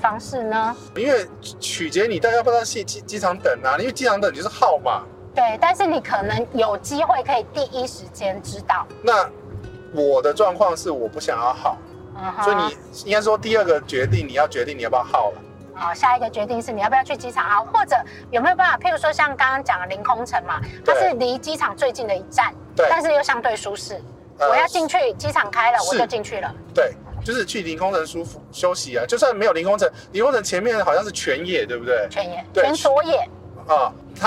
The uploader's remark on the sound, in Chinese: 本集因為在高速公路邊聊天邊錄音。背景噪音已經做過相對應處理，但還是沒辦法跟其他集數相比。